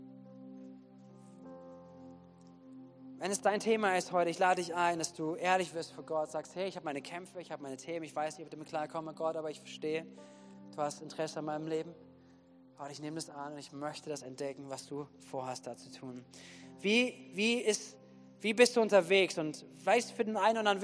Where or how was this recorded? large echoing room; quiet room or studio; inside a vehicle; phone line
large echoing room